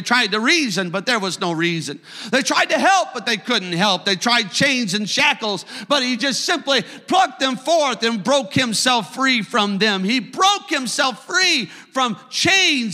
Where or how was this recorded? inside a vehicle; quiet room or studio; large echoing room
large echoing room